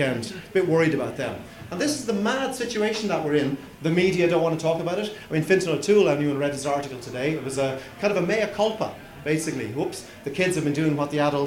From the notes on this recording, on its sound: I am bringing you a recording of a talk. The talk was recorded during the March Green Drinks event hosted by The Dublin Branch of The Irish Wildlife Trust.